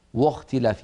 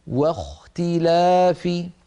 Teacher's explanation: بل نرقق الواو ونفخم الخاء · Shown in: second take